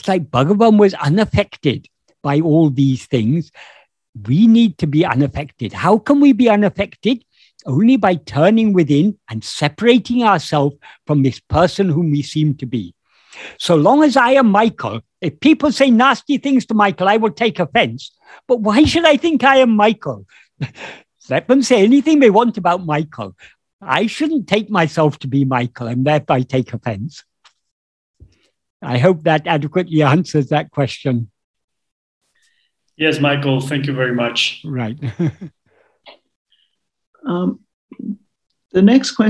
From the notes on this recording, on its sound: In a Zoom meeting of the Ramana Maharshi Foundation UK on 12th March 2022.